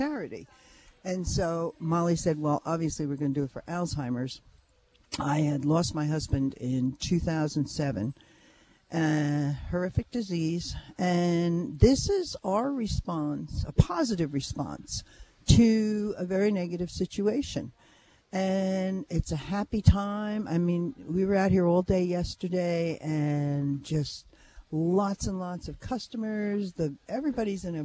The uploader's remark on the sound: Live at the Santa Market